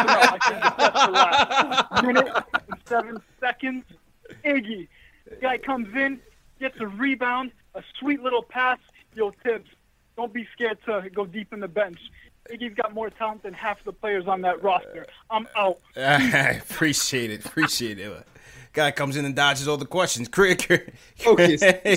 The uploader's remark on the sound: take live phone calls from fans around the world